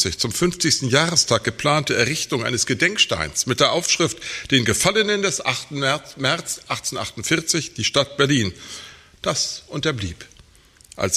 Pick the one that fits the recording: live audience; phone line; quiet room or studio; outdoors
live audience